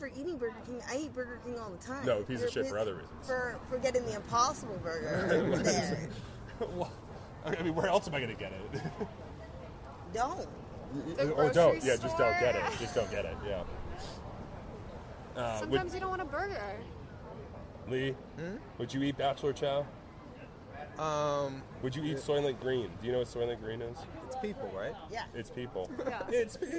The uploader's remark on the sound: As we nerd out in public over Futurama before the HaHa Harvest Festival showcases at Kelly’s Olympian in Downtown Portland!